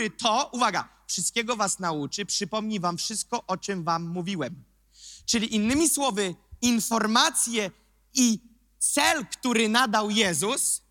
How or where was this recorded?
large echoing room